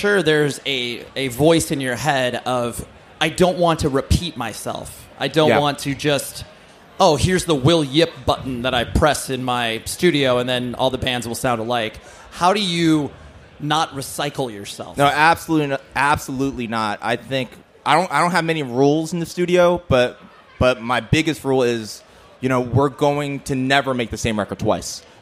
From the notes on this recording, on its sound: LIVE FROM OUTBREAK FEST 2022! We had these discussions in front of a live studio audience.